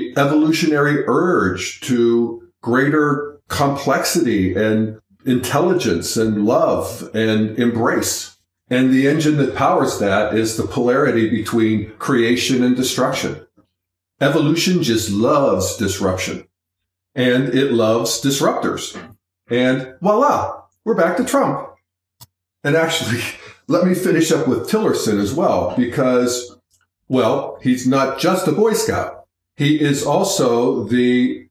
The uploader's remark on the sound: Sorry, folks, for the echo-ey sound on the podcast. I’m still in a learning curve of doing this myself.